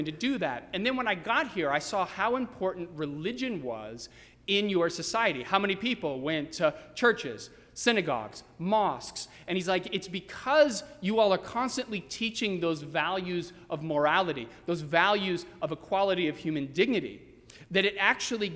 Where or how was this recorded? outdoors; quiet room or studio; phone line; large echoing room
large echoing room